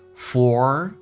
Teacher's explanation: 重度卷舌，嘴巴凸出来收圆